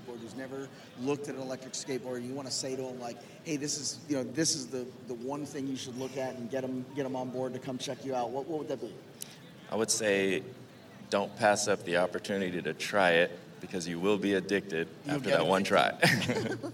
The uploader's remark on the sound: LIVE from LONG BEACH